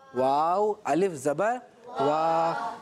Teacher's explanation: اس کو جھٹکے سے نہیں پڑھیں گے، اس کو پڑھیں گے واؤ الف زبر وا، کھینچ کے پڑھیں گے